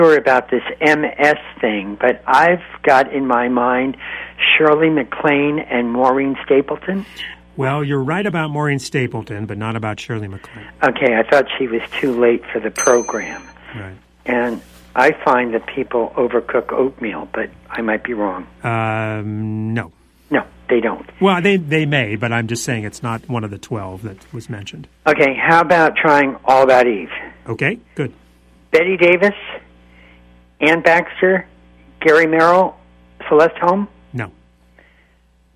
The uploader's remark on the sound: Comes in solo for this show and takes phone calls from listeners.